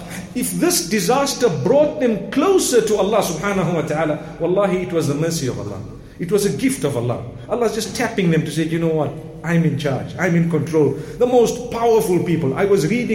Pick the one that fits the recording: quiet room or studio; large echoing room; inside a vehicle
large echoing room